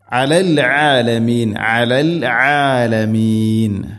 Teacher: അയിനിൻ്റെ ഉച്ചാരണം ശ്രദ്ധിക്കുക, തൊണ്ടയുടെ മധ്യഭാഗമാണ് അയിനിൻ്റെ മഖ്റജ്. അലൽ ആലമീൻ എന്ന് ഓതരുത്, അലൽ ആലമീൻ.